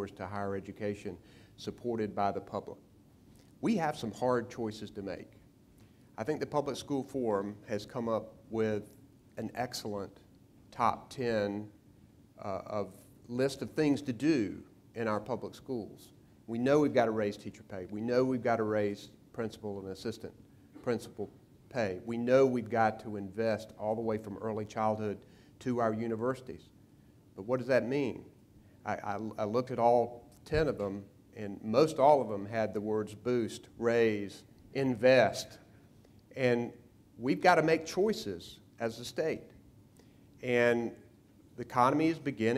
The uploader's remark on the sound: The interview was taped before a live audiences at the 3rd Annual Eggs & Issues Breakfast hosted by the Public School Forum of North Carolina.